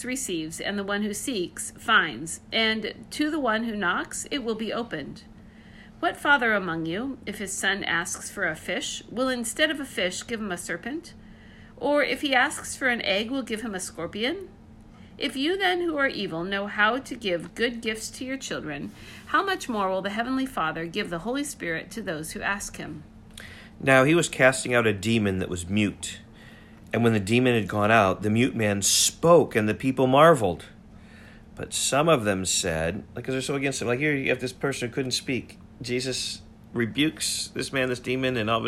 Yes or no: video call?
no